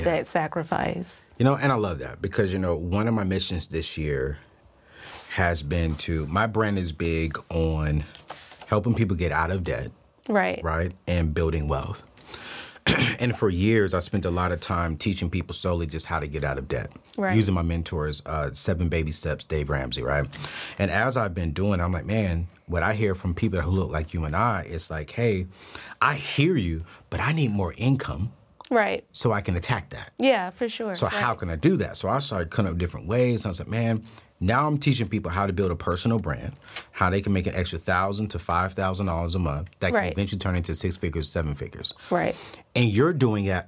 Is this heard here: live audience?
no